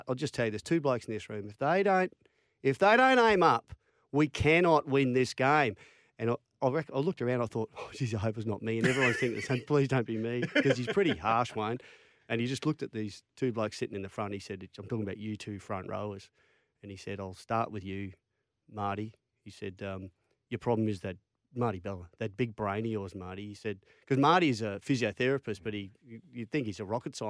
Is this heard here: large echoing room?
no